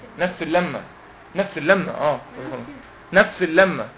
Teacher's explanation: تنوين بعده اللام، ادغام بغير غنة